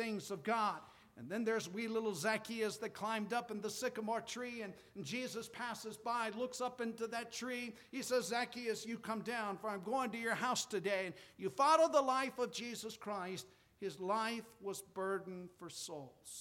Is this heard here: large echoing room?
yes